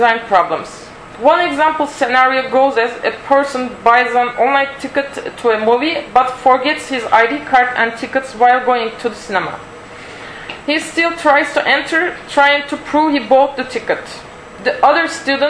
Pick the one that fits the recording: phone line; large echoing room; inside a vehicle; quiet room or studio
large echoing room